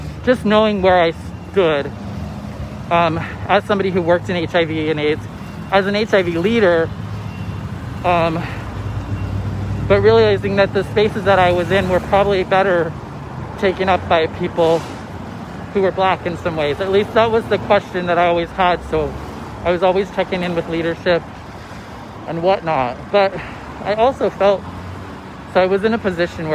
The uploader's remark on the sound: walk and talk